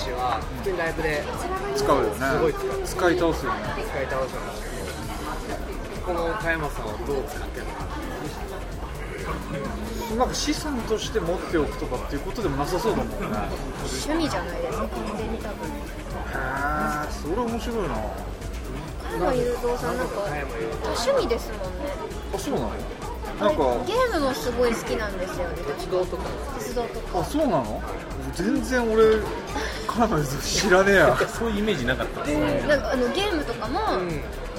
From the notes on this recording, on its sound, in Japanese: 喫茶店にて。ここのところメンバーのスケジュールが合わなくて外収録が多いおきらじ！です。今回はコーヒーの美味しい喫茶店…！